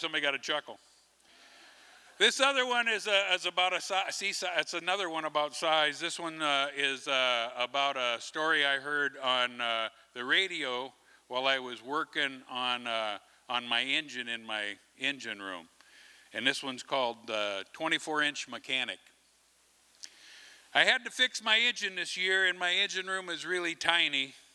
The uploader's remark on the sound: From the 2023 FisherPoets Gathering, a performance from the Liberty Theatre. This recording was made on Saturday, February 25th, 2023, at the Liberty Theatre in Astoria, OR as part of the FisherPoetry Archive Project.